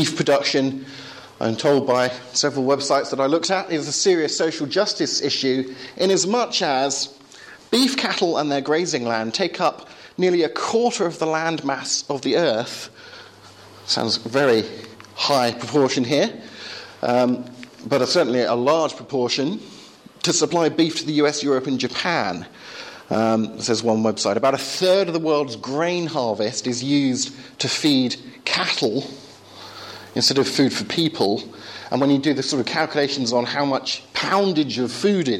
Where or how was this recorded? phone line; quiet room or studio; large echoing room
large echoing room